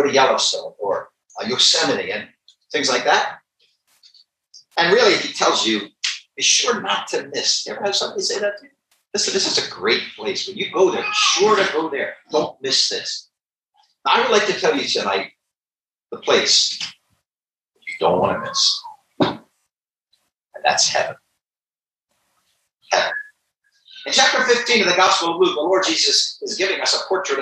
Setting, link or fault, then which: fault, poor sound quality